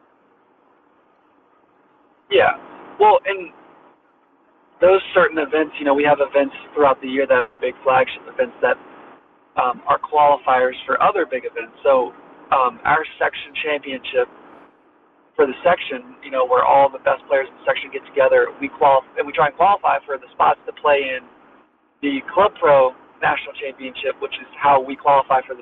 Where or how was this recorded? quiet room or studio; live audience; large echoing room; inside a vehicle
inside a vehicle